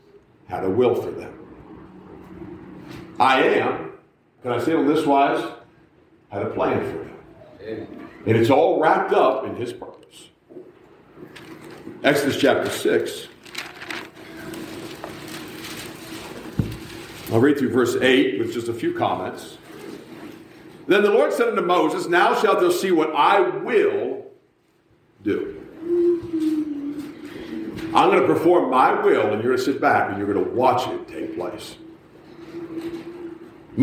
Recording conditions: large echoing room